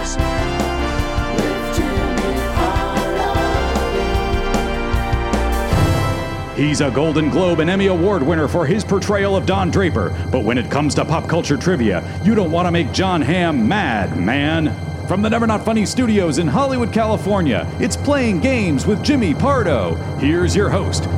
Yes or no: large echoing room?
no